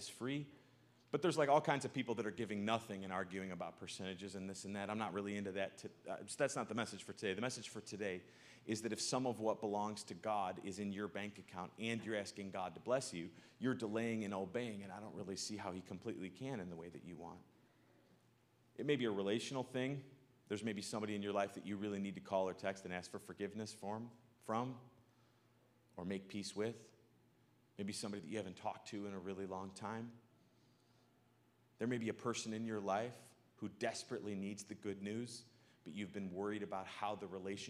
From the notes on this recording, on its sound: Live from good news in the neighborhood, a new church. In the nw suburbs of chicago.